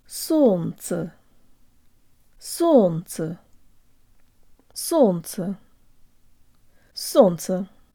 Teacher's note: In this word, the L and the N blend together, which makes things a lot simpler. · Tell your brain the ye sounds like a schwa.